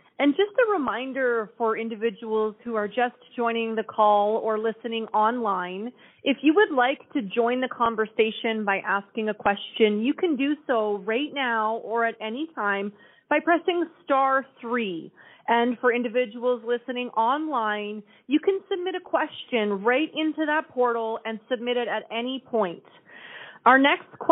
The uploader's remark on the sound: Wildfire Evacuation Information Telephone Town Hall. Albertans who are evacuated can attend telephone town halls with government and partner organizations to get updates and answers to their questions.